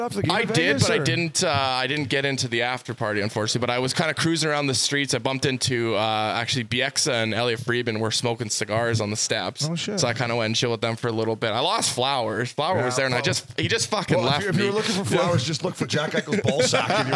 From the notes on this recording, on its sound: Live from DraftKings Sports and Social in Detroit.